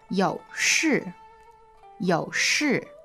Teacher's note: That's third tone and fourth tone, right?